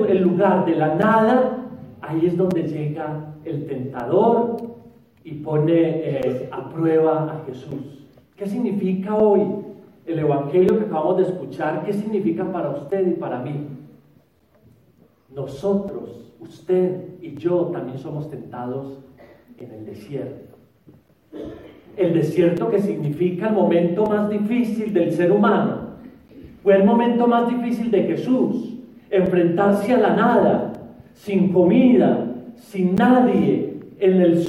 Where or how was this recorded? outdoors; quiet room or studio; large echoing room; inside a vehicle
large echoing room